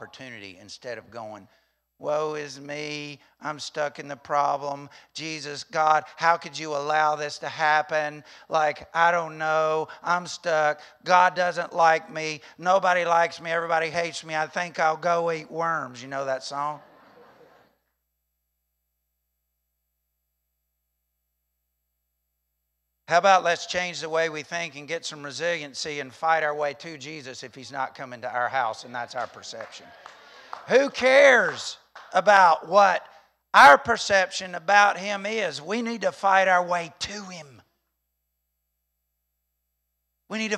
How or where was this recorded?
large echoing room